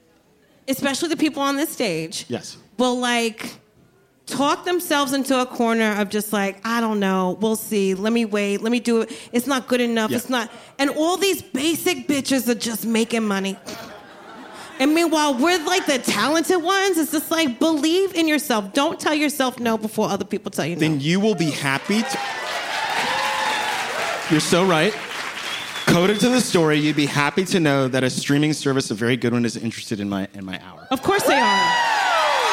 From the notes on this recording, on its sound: In this live episode of Adulting